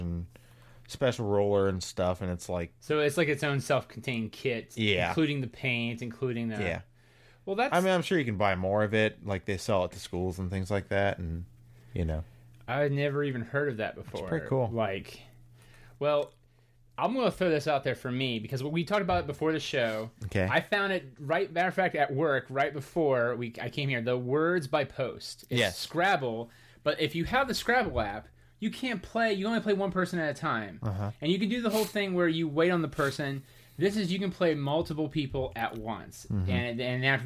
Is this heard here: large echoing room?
no